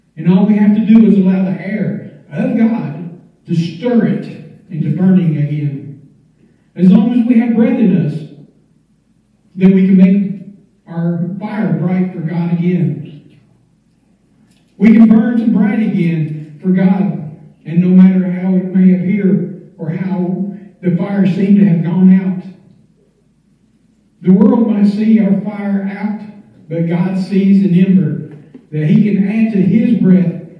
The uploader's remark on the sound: standing up in church and giving this message on Facebook Live